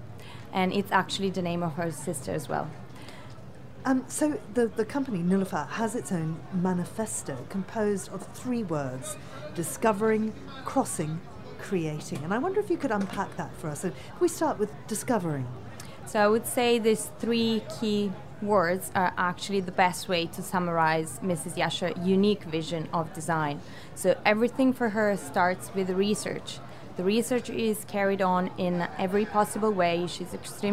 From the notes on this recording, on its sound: broadcast live from Salone del Mobile in Milan